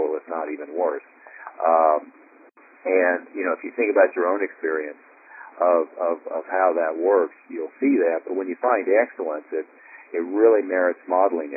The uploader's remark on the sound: Inner Circle Teleconference